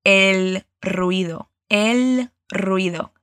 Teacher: La L con tu lengua tocando tus dientes de arriba y la R siempre vibrada.